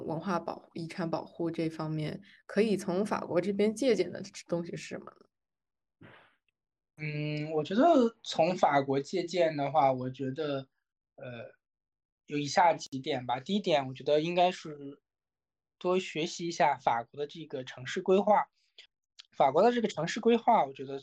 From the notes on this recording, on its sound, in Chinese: 由于疫情的原因，本期节目采取了远程录音的形式。我们对以此带来音频质量有所下降的问题感到抱歉，谢谢你的谅解。